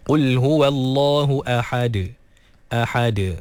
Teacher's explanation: ha dikeluarkan daripada kerongkong pertengahan. Dan juga dal diqalqalahkan.